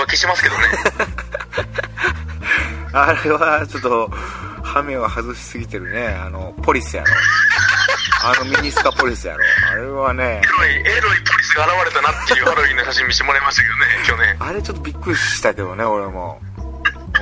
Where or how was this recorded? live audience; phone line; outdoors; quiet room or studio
phone line